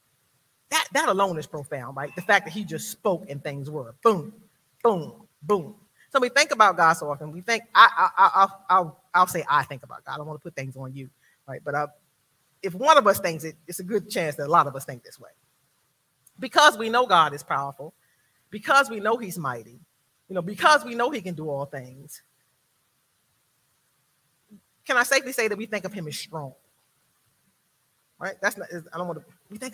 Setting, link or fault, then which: setting, large echoing room